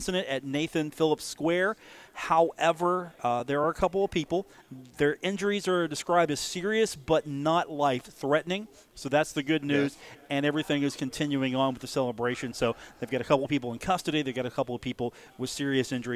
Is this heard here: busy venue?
yes